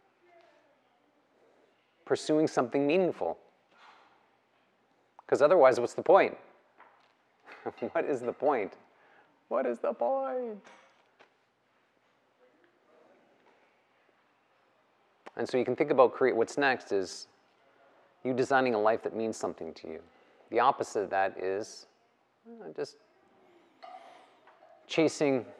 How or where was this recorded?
live audience